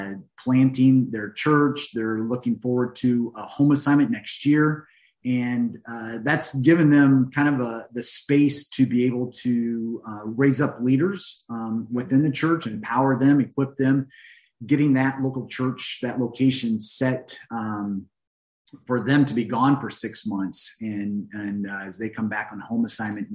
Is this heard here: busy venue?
no